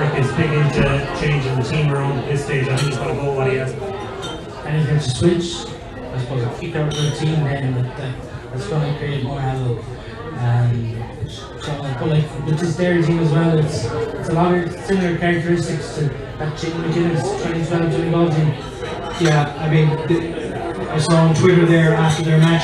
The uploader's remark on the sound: This week we are live from Taaffes Bar